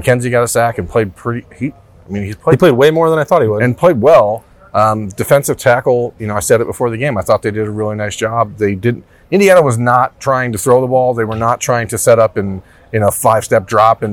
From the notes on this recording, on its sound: Broke down their thoughts from Memorial Stadium in Bloomington.